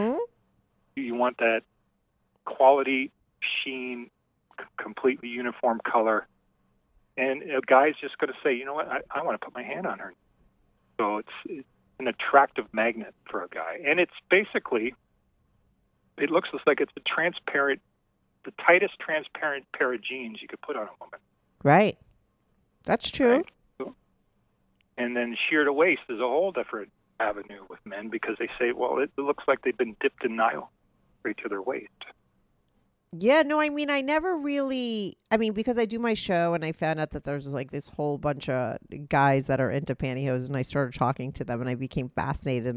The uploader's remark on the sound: called